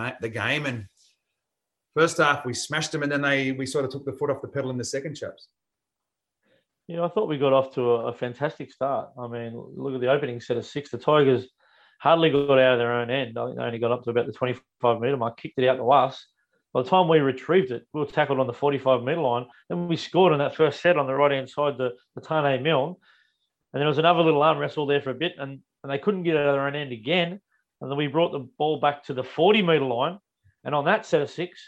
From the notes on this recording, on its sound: This week in lockdown we recorded the show via Zoom.